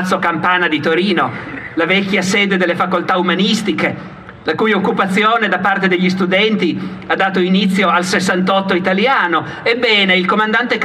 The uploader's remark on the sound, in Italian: Alle celebrazioni per la Festa della Liberazione, registrato il 25 aprile 2019 a Vercelli. Registrazione originale ad opera di VercelliOggi.it.